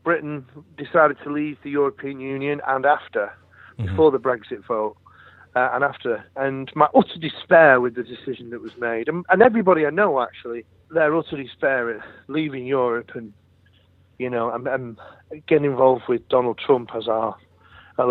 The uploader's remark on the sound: phoned